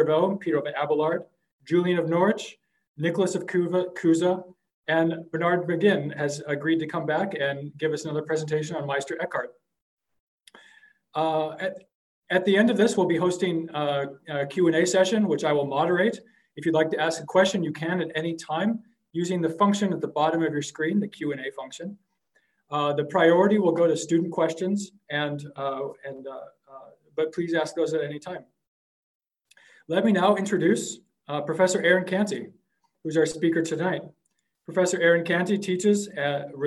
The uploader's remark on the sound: An online webinar